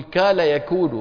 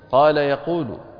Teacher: وبعض العرب يقلب القاف كاف · Shown in: first take